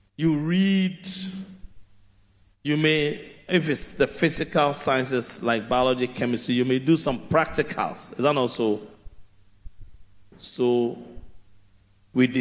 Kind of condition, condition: setting, large echoing room